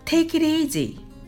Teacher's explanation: it の t と easy がくっつくような形になるのです · Term: リエゾン